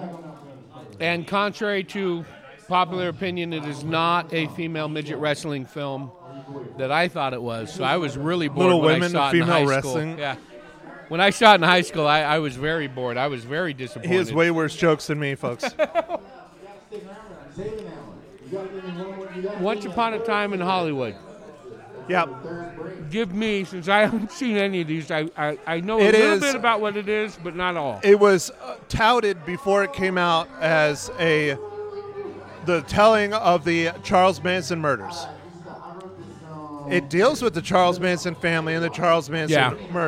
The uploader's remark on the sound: Recorded at Marks Beer Garden in Prescott, AZ. Recorded at Marks Beer Garden in Prescott, AZ.